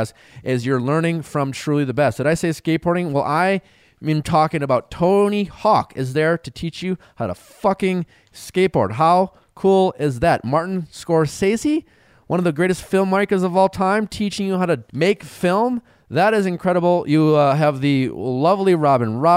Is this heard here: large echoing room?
no